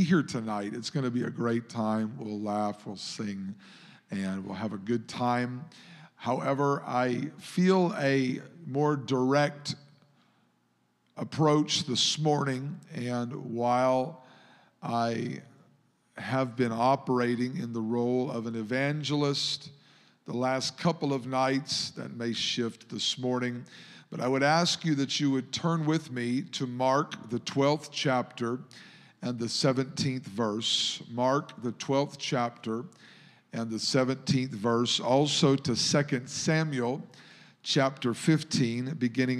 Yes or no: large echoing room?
yes